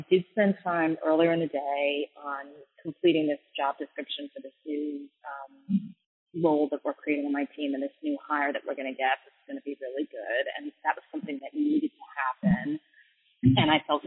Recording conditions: poor sound quality